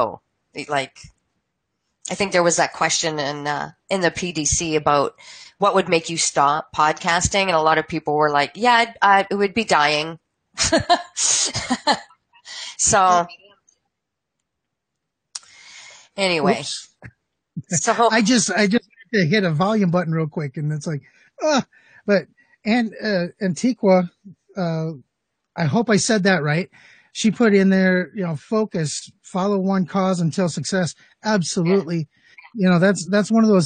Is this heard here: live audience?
no